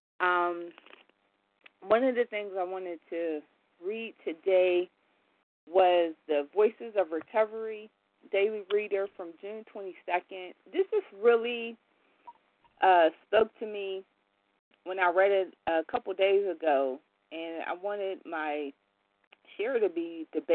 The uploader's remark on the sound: 100 Pounders Phone Meeting